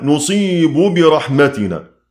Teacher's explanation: متماثلين، إدغام الباء في الباء